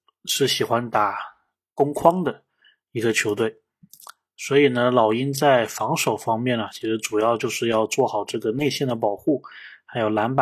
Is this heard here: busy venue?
no